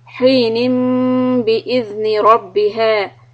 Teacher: So the little baby meme of Iqlab, we stop for two harakat, lips lightly on top of each other.